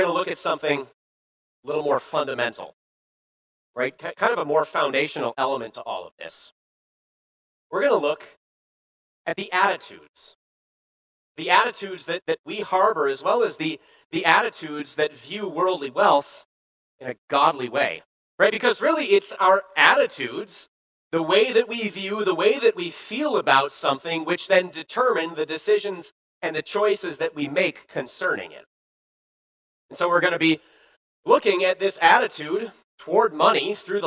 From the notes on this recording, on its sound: Bethany, Appleton, WI. Preached this sermon at Bethany's Sunday worship on September 18, 2022.